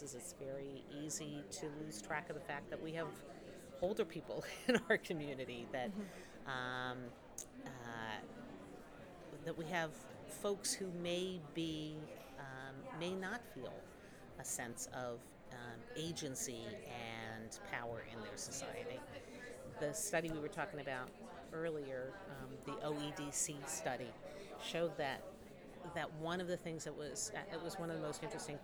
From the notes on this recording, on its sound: Live from Mozfest